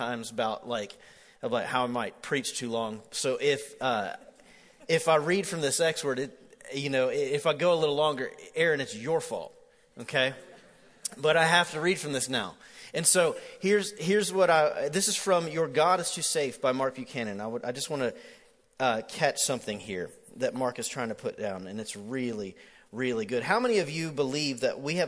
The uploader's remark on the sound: MJ campus. Recorded live at The Fellowship at Mt Juliet.